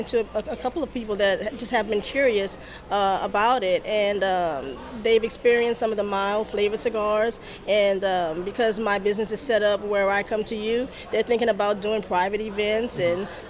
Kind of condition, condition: setting, busy venue